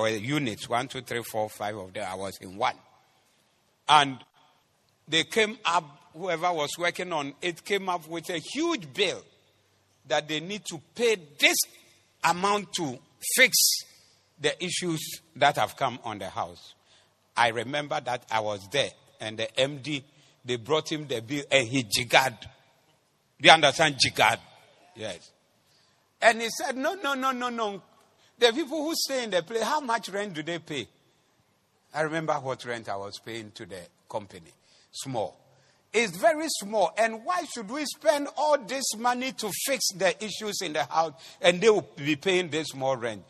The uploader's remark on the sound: Preached at the Doxa Service 18022024